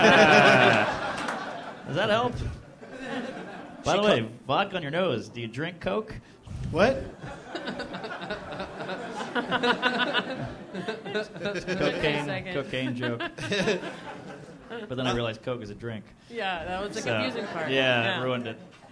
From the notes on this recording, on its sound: live from the Helium Comedy Club in Philadelphia